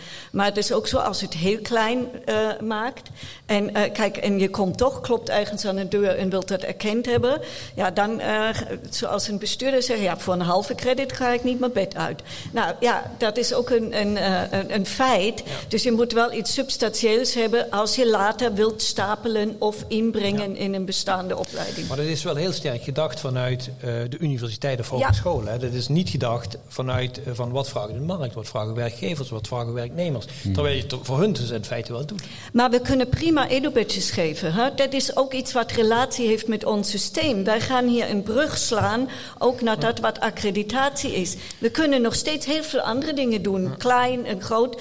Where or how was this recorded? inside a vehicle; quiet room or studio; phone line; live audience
live audience